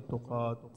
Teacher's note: التاء المربوطة نقف عليها هاء